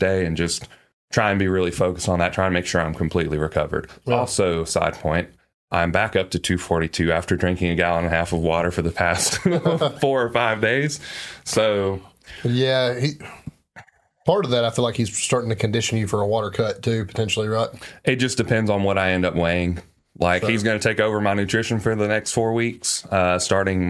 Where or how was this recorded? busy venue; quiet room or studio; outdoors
quiet room or studio